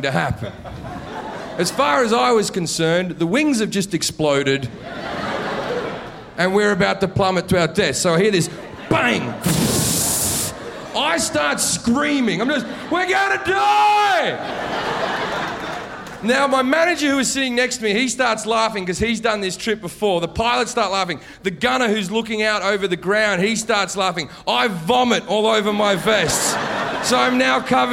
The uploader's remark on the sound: Live at Gotham